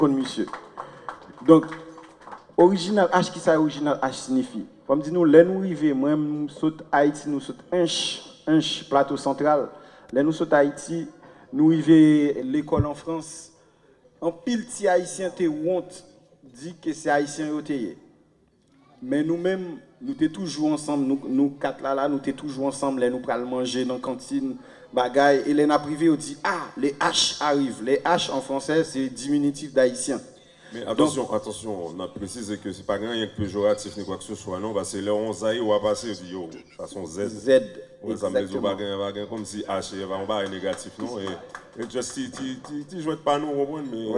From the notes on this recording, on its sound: PRESS CONFERENCE IN FLORIDA